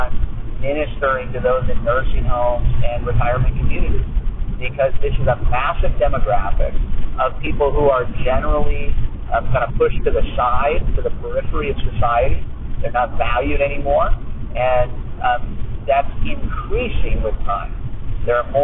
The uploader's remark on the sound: Another bad recording, but I couldn't just delete it.